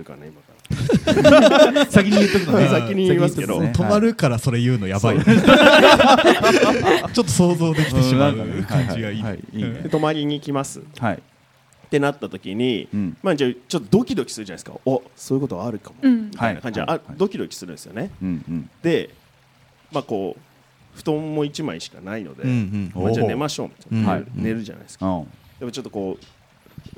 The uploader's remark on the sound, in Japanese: 公開収録（前編）。先日、大盛況のなか終演した公開収録の様子を編集してお送りします。